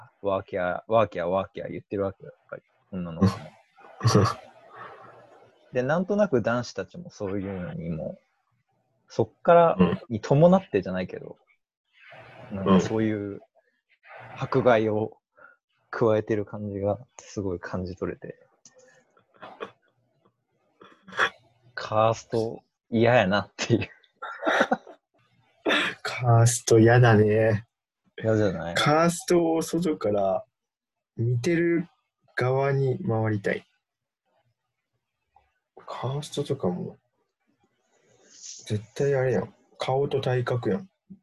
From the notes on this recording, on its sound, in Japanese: リモート録音なので音質はそこまでよくありません。